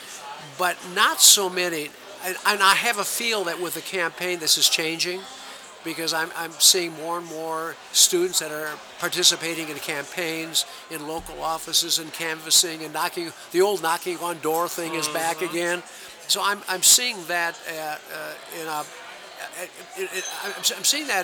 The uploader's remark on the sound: Sit down for a pre-quarantine conversation and drink at The Hamilton. Sit down for a pre-quarantine conversation and drink at The Hamilton.